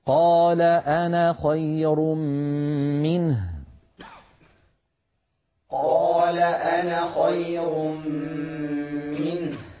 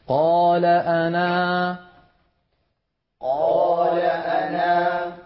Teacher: حذفنا الألف وصلا وأثبتناها وقفا